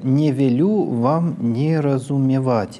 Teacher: «не велю» уже с основного тона начинается